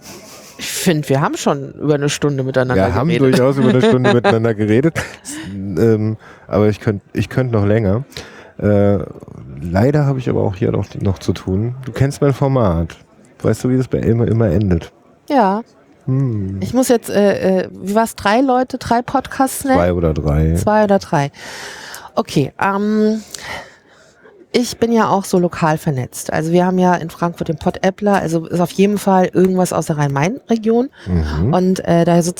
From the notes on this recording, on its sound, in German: Live vom 32ten Chaos Communications Congress